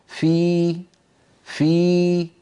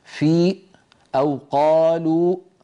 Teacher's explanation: فنجد بأن صوت الياء تخامد وتلاشى ولم ينبتر عند نقطة معينة · Shown in: first take